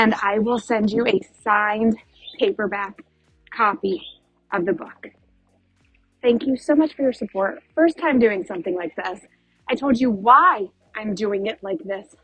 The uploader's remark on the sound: Thanks for rolling with all the nature sounds and my unorganized thoughts on my morning walk.